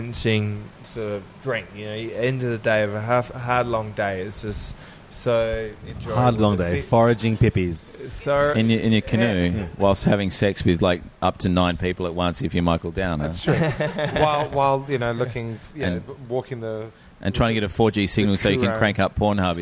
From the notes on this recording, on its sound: While in Adelaide. At the blazing hot African restaurant Africola and recorded an episode.